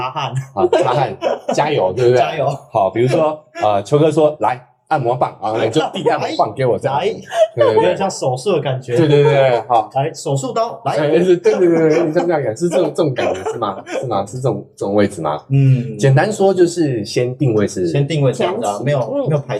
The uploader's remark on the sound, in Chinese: 音質警告，錄製環境不佳、請選擇性收聽！